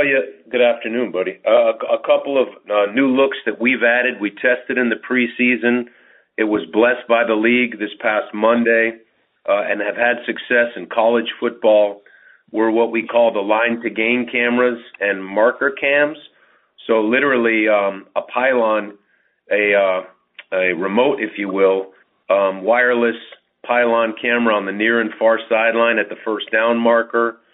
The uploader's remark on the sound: MNF Conference Call